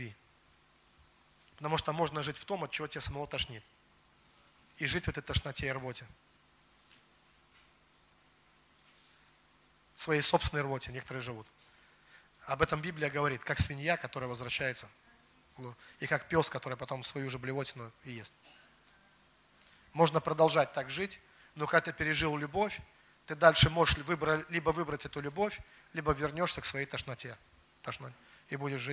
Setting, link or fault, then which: setting, large echoing room